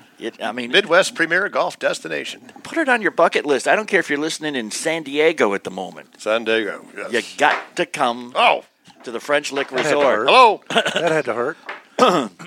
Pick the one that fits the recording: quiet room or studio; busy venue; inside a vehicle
busy venue